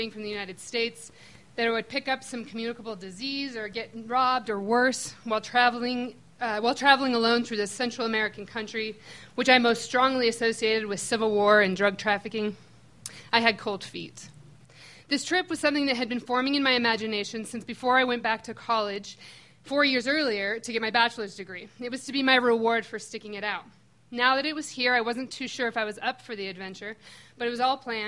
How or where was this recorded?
busy venue